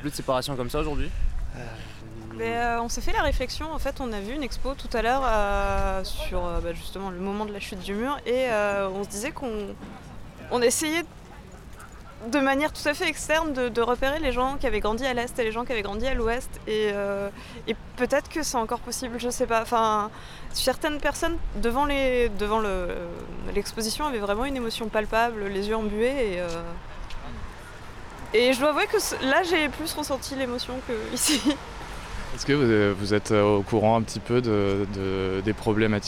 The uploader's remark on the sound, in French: Une promenade à Berlin. Nous y étions et vous partageons cette journée en immersion dans les espaces de fête et de mémoire berlinoises.